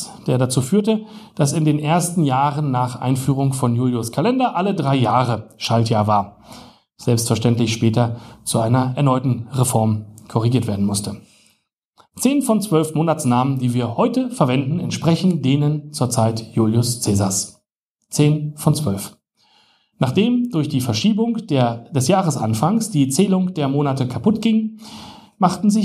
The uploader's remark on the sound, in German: Livelesung